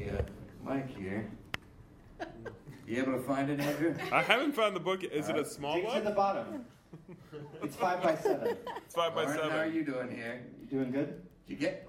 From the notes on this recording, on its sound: A Gowanus-heavy evening in this live taping.